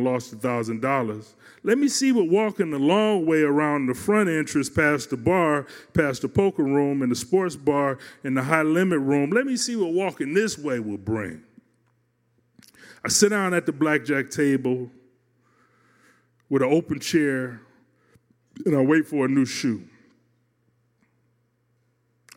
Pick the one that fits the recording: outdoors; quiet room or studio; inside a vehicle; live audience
live audience